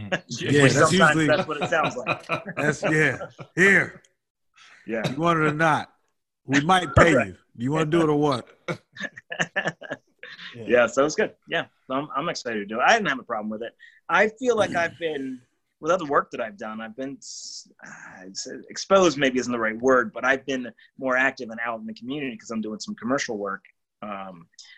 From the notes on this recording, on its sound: connect via ZOOM for the first time